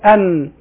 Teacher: انقطع الصوت عند طرف اللسان مع لثة الأسنان العليا، مع لثة الأسنان العليا، فهذا هو مخرج النون.